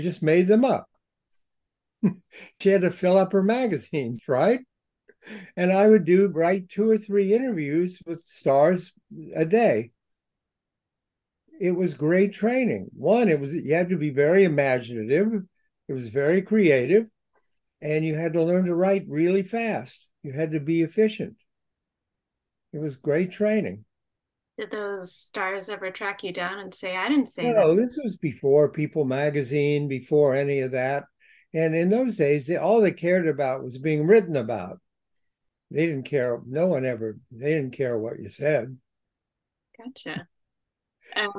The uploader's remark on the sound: spoke with the award winning author by Zoom